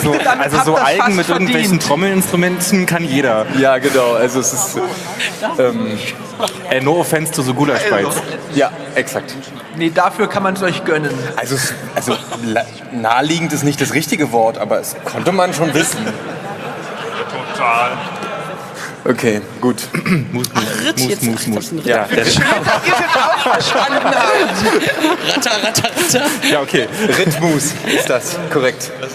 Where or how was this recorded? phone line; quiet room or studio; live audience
live audience